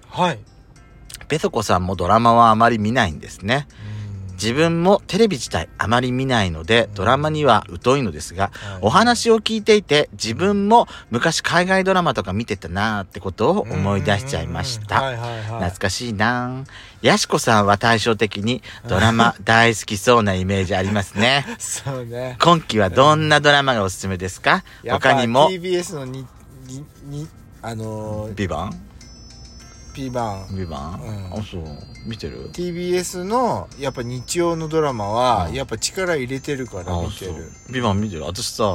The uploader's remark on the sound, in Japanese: パーキング収録